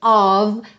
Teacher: Lembra sempre que OF, a gente vai pensar nele como um OV, embora esse O não seja um O totalmente definido